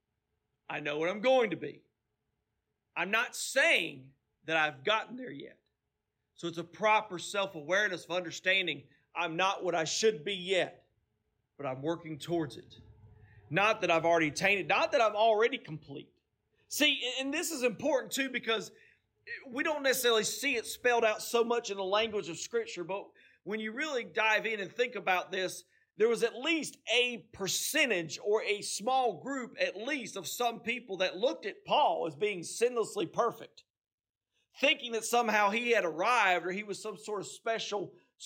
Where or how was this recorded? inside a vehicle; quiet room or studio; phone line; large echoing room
large echoing room